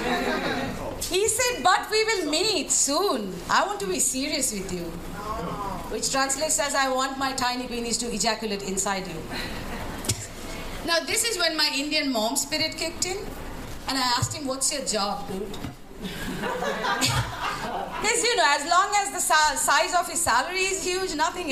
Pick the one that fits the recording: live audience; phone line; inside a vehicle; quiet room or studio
live audience